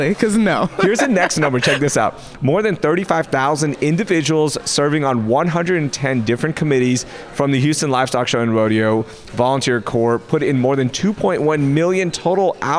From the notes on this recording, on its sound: The City Cast Houston team is live from Tecovas store in Rice Village